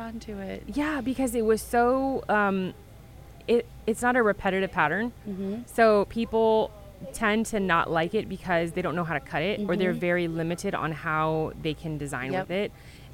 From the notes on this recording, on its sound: This is the first in a series of podcasts that we recorded this summer at Glittercon in New Orleans.